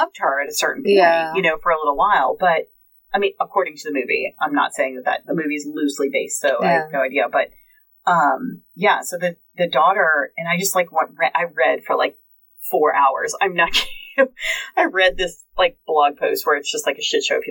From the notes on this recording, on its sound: Sorry for the bad audio this week, we have no idea what happened, but we tried to clean it up as best we could!